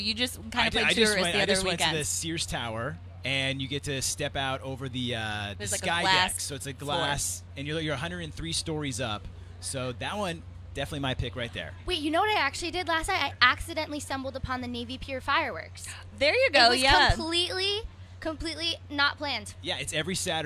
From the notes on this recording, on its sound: The MIX is live backstage at Lollapalooza 2022!